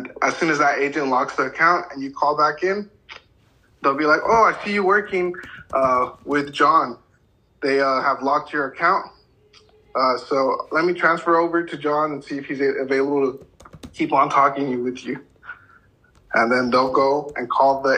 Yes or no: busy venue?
no